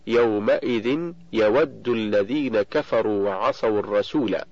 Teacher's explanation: فواو اللين في المثالين حرف ساكن مفتوح ما قبله، ولكنه حرك بالضم للتخلص من التقاء الساكنين